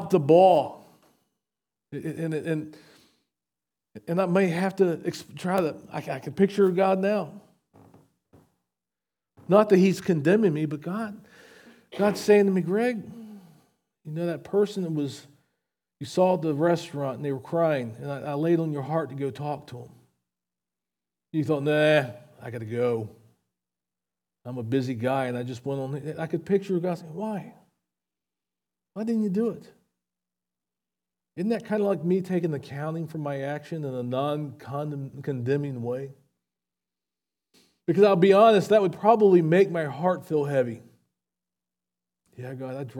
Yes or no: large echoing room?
yes